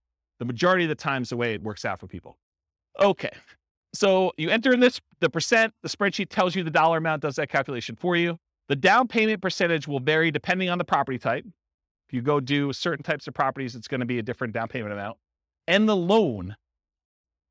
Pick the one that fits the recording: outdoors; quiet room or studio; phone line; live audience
live audience